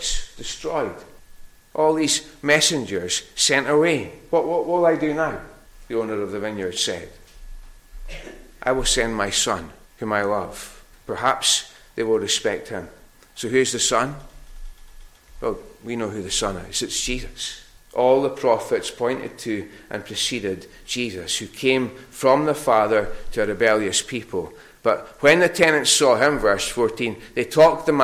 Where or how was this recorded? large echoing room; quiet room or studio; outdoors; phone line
large echoing room